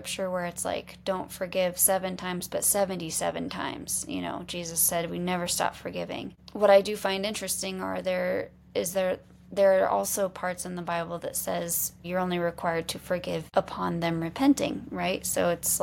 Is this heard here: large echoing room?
no